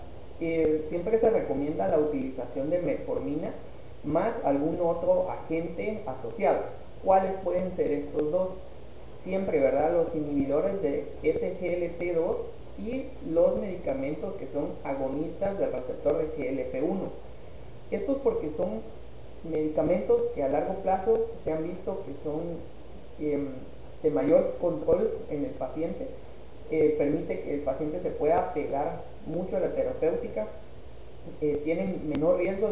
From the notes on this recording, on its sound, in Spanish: Con algunas dificultades de audio